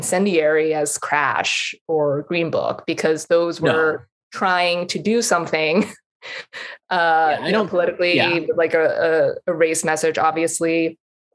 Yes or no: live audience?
no